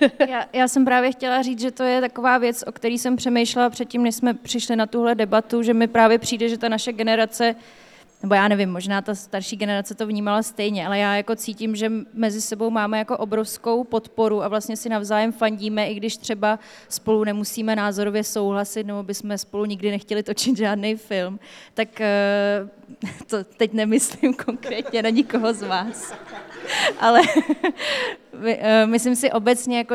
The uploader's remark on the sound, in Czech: Kulturák se poprvé vydal před živé publikum. Na Letní filmové škole v Uherském Hradišti.